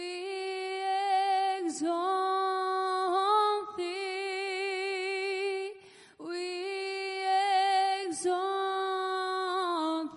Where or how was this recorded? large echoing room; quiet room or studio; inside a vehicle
large echoing room